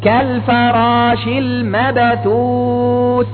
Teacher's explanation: كالفراش المبثوث، ولا أقول كالفراش المبثوث، لا أبالغ، هذا فتحة، هذا الذي فعلته أنا فتحت الباء، فيكون الأمر كما قلت مجرد قلقلة، حركة بسيطة جدا أقرب إلى الفتح لكن ليست فتحة · Term: القلقلة